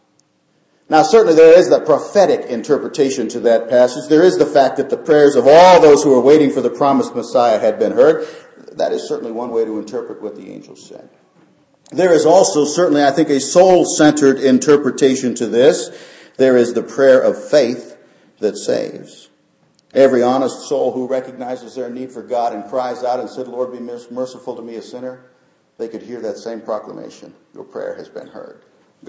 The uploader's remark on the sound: Christmas Eve Service. Short devotional given during Christmas Eve candlelight service.